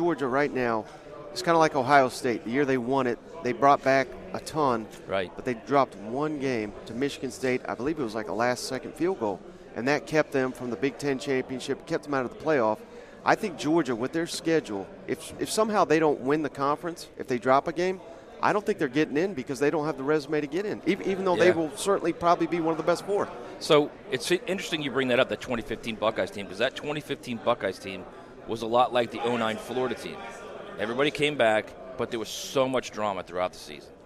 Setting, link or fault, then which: setting, busy venue